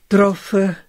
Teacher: Wo dieses G nicht ohne Vokal gesprochen werden kann, zum Beispiel vor BDG oder PTK oder vor PF oder vor Z, dort fällt es ganz ab. Ähnlich wie im Alemannischen.